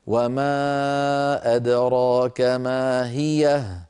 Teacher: هذه الهاء هاء سكت وليست هاء ضمير، هي ساكنة وصلا ووقفا